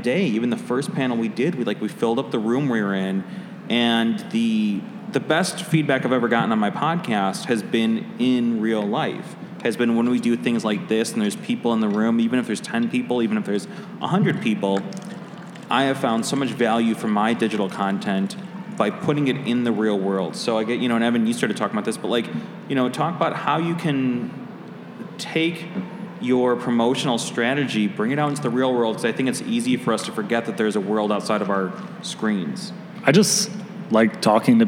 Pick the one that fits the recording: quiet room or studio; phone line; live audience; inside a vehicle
live audience